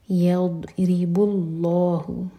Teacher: را کے نیچے کسرہ تو را باریک